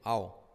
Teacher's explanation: La H la puedo omitir.